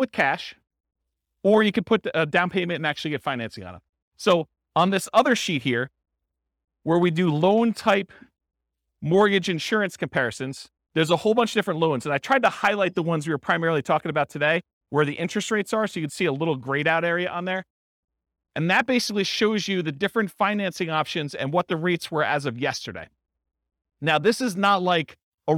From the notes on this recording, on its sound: This was a live class recorded